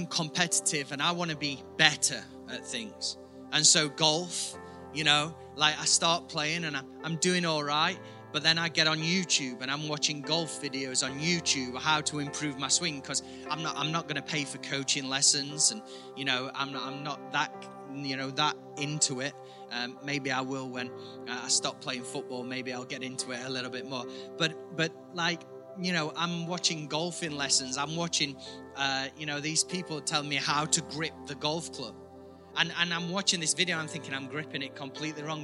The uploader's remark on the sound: IKON Church. Recorded at the Chesterfield Campus this is the message from the service.